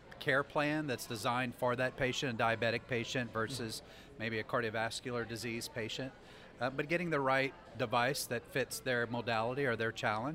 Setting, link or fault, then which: setting, busy venue